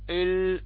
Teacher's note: اللام من أحرف التوسط يجري فيها الصوت